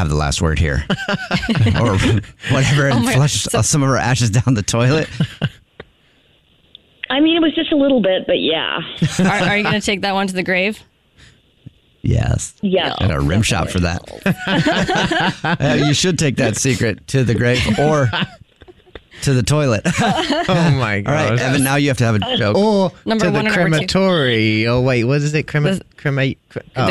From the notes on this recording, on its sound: The person on the phone.